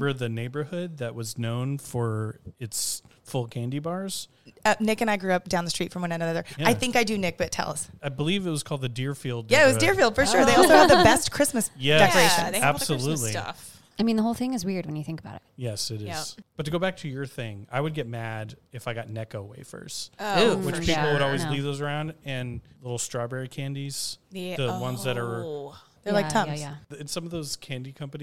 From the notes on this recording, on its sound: Recorded at spooky Dallas mezcaleria Las Almas Rotas. Special — and very spirited — Halloween episode recorded at spooky Dallas mezcaleria Las Almas Rotas.